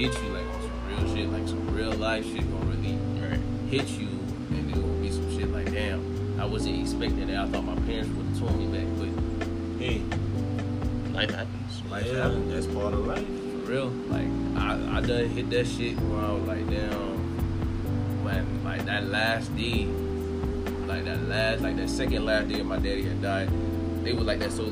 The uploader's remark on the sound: PLEASE EXCUSE THE AUDIO IN THE BACKGROUND